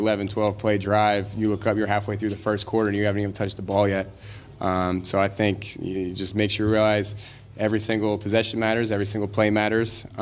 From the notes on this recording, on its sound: The Land-Grant Podcast Network will be bringing you uncut audio primarily from Ohio State press conferences, but also from individual interview sessions.